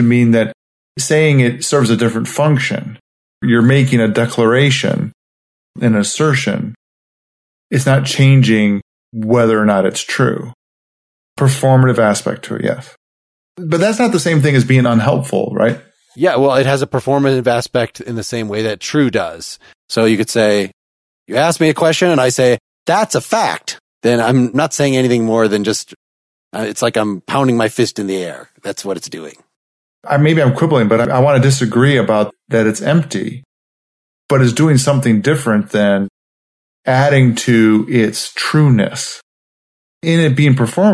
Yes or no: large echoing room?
no